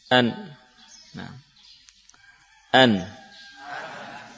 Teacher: huruf nun sukun adalah huruf yang berasal dari ujung lidah dengan gusi, ya. Ujung lidah dari yang ditempelkan ke gusi.